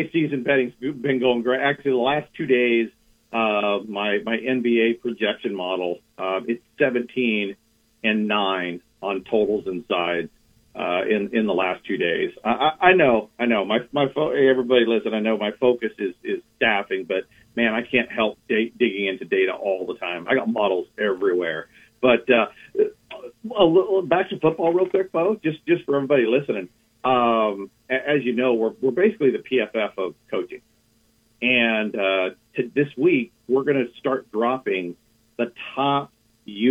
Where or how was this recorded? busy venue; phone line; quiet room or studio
phone line